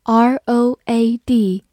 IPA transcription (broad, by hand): rəud